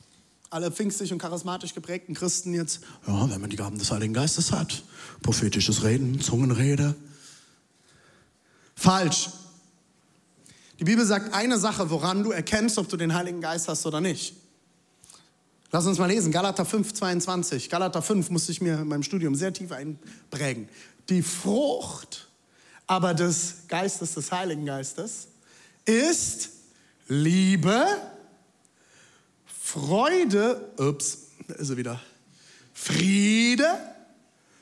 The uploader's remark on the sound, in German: Audiomitschnitt der Predigt